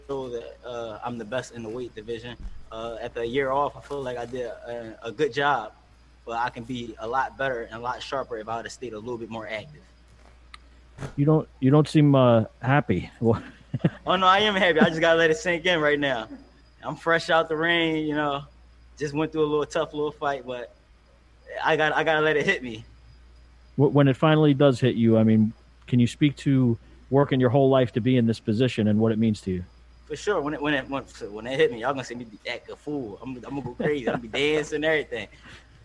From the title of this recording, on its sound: Media Conference